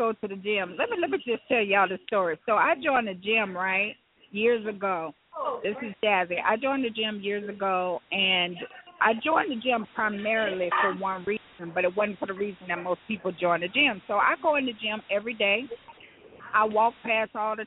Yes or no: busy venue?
yes